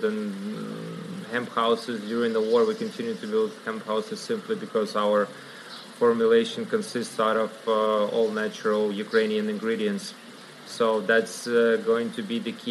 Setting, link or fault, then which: setting, busy venue